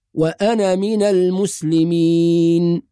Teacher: في هذه الكلمة عند الوصل، وإنما إذا وقفنا ننطقها نقول وأنا، فالألف هنا تكون ثابتة في الوقف محذوفة في الوصل